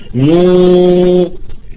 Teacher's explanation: أن يخرج حرف المد الواو، إذا قلنا نو لا يمكن أن يخرج إلا بضم الشفتين